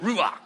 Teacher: It's supposed to sound like a deep, exhaustive kind of breath. · Term: guttural